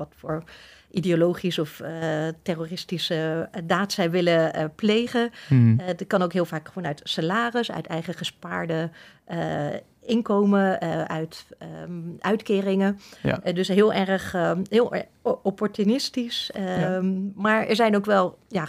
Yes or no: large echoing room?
no